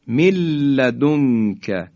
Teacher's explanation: نون ساکن در لام ادغام میشه و این دیگه بلا غنه است. ملدونک همراه با مکس هم نیست.